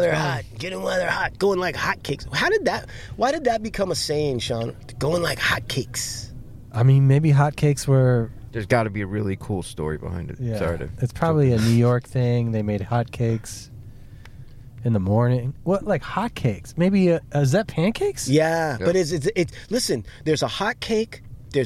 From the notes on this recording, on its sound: DO IT LIVE from the beach